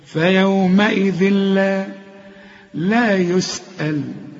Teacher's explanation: تنوين وبعد لام، اللام من حروف الإدغام، تنوين وبعد لام، إدغام كامل بس بدون غنة. فيومئذ لا، اوعى تقول لي فيومئذ لا، لا، حتى لو اللام عليها الشد ما تغنهاش.